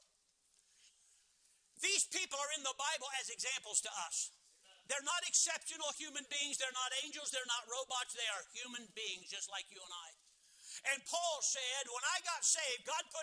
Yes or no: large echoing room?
yes